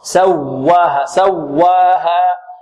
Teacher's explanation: عندنا الواو هنا فيها نبر، فيها نبر ضغطة